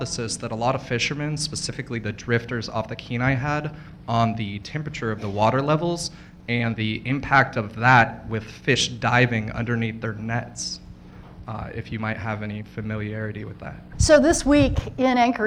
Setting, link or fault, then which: setting, live audience